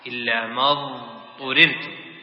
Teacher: ما اضطررتم إليه نعم، إلا ما، ولا تقول إلا ما اضطررتم، لابد ما تنطق الضاد هنا مستطيلة فصلها عن الطاء